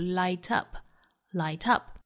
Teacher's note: Light up,重读在后，再加上辅音和元音的连读